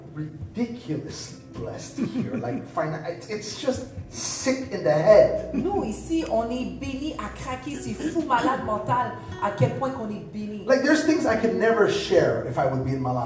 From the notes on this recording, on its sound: LIVE AT THE HUB.